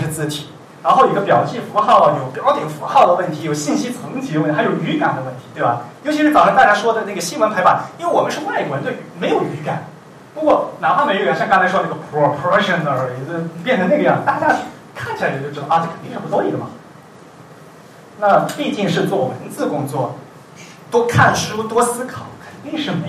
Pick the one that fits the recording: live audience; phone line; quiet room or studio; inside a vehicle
live audience